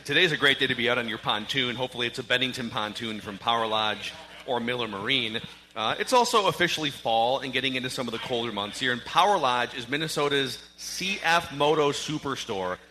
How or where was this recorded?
busy venue